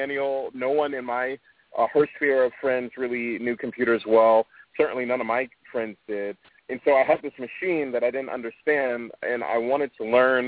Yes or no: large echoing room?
no